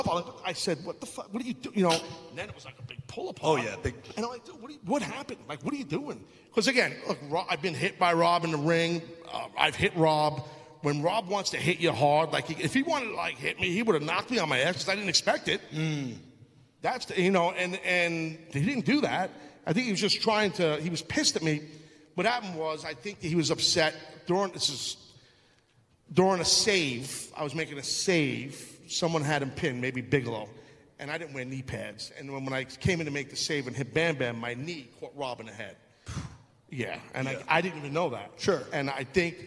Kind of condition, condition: setting, live audience